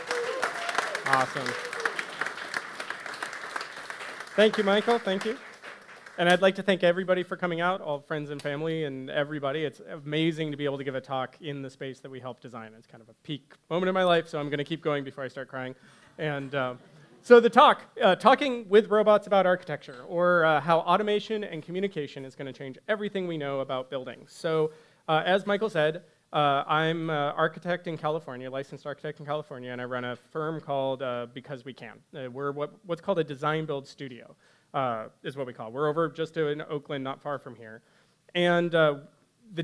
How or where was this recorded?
busy venue